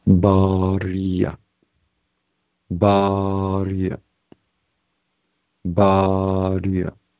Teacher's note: It has an elongation in the first syllable, ba, ba. And then the re sound has that glottal stop at the end, like swallowing an A